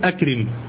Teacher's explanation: بهمزة قطع لا بهمزة وصل، ومفتوح لا مكسورة